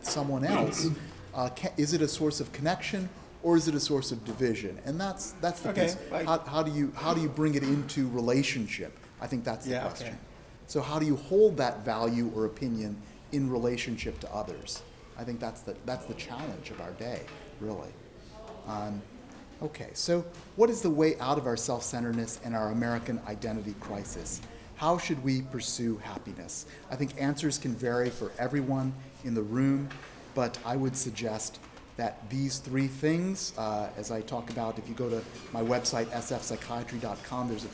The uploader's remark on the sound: South SF Library. Audio only of a presentation from Keynote.